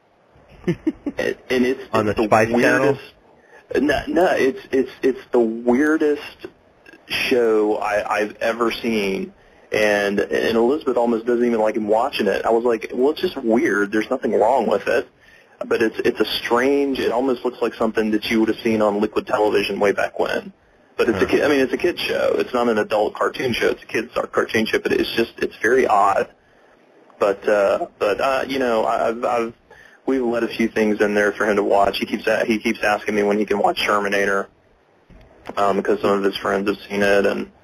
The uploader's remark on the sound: Live Morning Call-In Show